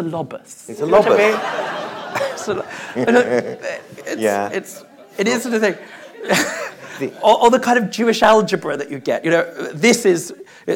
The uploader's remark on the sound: LIVE in the main theatre at JW3